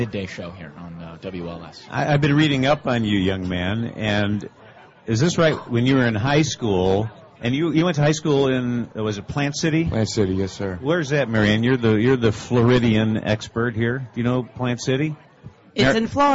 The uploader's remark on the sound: live from SoxFest 2017